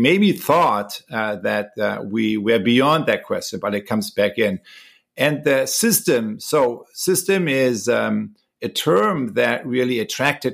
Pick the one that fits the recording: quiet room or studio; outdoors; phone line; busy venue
quiet room or studio